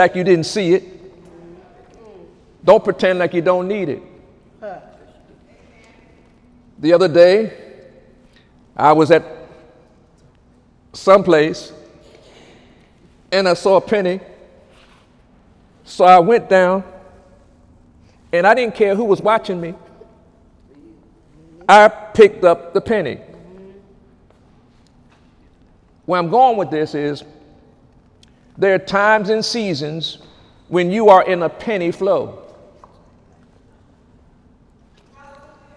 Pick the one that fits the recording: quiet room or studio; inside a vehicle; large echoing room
large echoing room